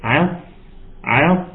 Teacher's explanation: الصاد لها صفير طلع لي صوت الصفير بتاعها